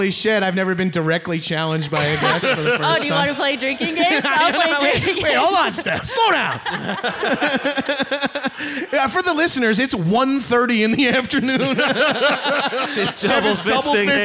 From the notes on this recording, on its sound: Recorded live at the YUKON COMEDY FESTIVAL.